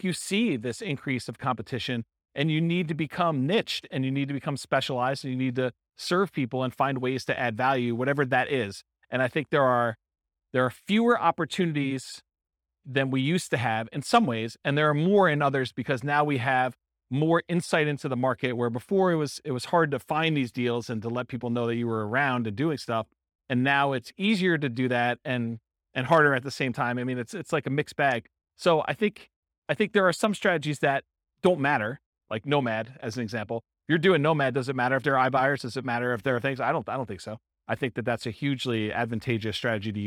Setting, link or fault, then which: setting, live audience